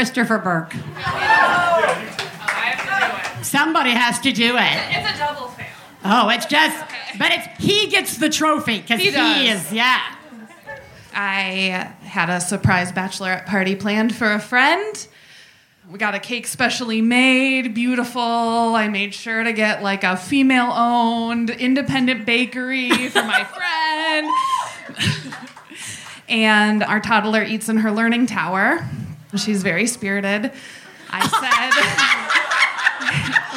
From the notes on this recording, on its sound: Live From Chicago. This is the second of two episodes recorded in May at GMan Tavern.